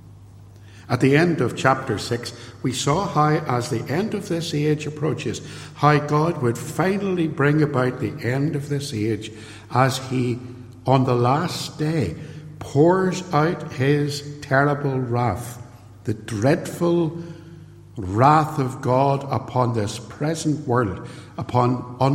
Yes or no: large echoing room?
yes